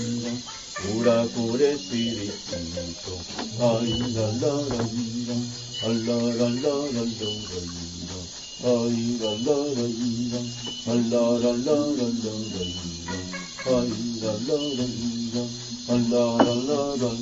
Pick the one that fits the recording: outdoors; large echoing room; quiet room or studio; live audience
outdoors